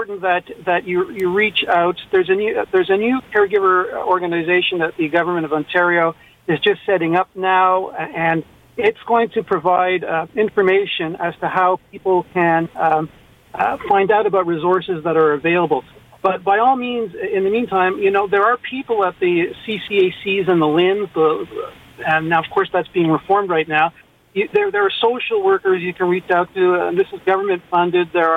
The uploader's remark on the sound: the best calls of the week!